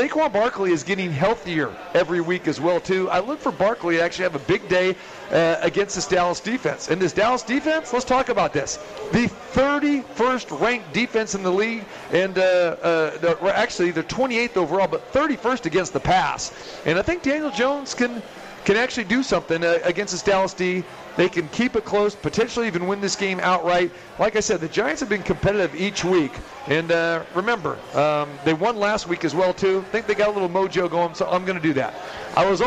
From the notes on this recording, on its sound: Live From The Cosmopolitan of Las Vegas.